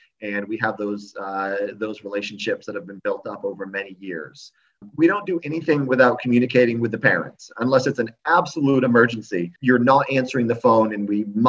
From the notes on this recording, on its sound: Audio excerpts from a recent virtual open house covering various topics of the school.